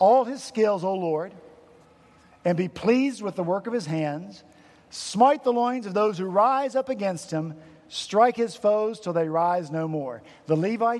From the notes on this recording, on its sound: at Redeemer Presbyterian Church in Charleston, SC.